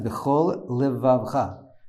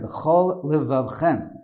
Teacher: you can't turn it into one lamed, it's two different lameds